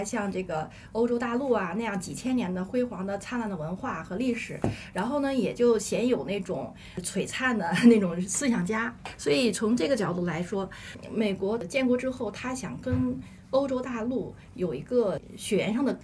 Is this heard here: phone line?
no